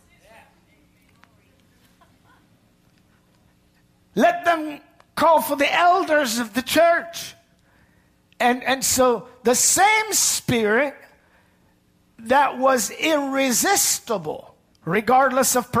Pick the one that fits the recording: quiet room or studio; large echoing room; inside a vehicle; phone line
large echoing room